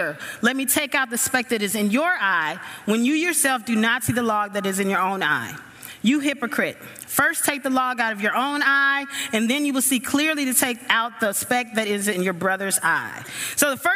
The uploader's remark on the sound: The following audio comes from the National Disciple Making Forum by Discipleship dot org. We had some great MainStage speakers.